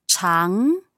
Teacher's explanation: chang, second tone. Just going up.